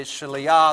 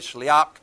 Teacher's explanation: the het can either be a hey sound or a chet sound, a guttural sound. So some people say shaliah, some people say shliach.